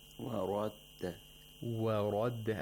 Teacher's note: The waw and the dal, they both have tarqiq. Yes. While the ra, which is in the middle, it has tafkhim. Wa radda. And all three letters have fatha.